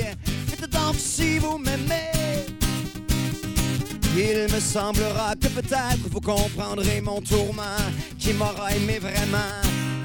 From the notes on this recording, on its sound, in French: Dans le show de lancement de DEBOUT L'ESTRIE. En direct du McDo King Ouest!